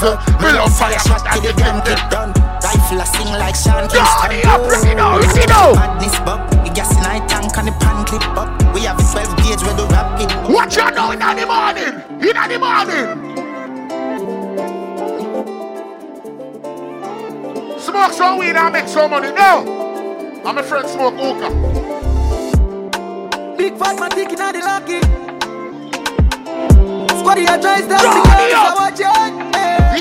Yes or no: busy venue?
yes